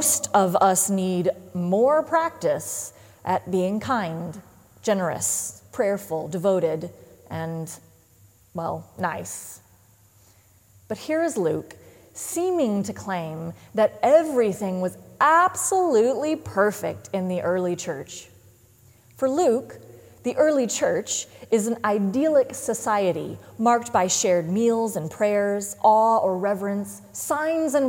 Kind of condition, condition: setting, large echoing room